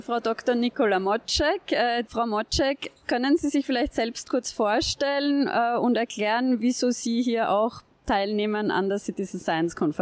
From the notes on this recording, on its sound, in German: Österreichische Citizen Science Konferenz bei der inatura Erlebnis Naturschau in Dornbirn, Vorarlberg, statt. Haben die Konferenz mit dem Aufnahmegerät begleitet und vor Ort mit Beteiligten aus Österreich, Deutschland und der Schweiz gesprochen.